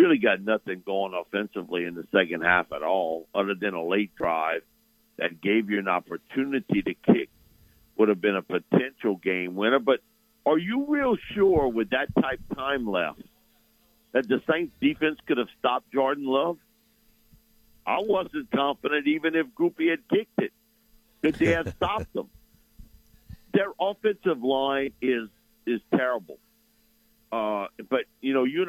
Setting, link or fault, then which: link, phone line